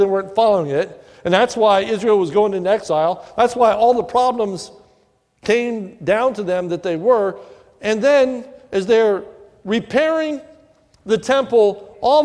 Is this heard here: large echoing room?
yes